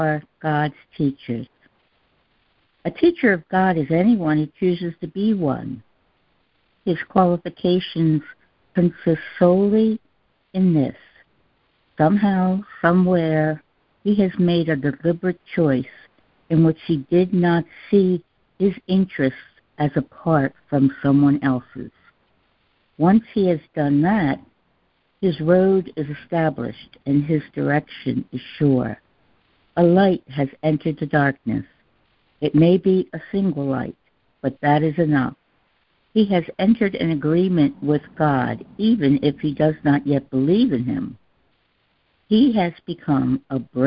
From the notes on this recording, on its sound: ACIM Daily Conference Call